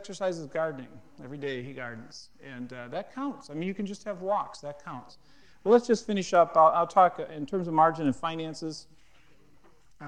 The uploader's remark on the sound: at a Marketplace Network Forum in Boston